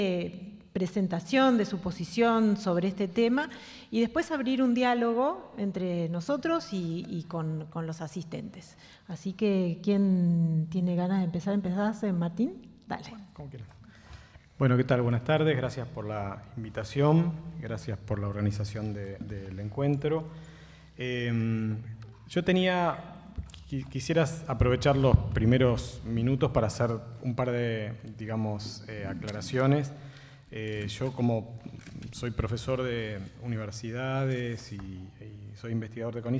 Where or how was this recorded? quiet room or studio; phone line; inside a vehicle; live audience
live audience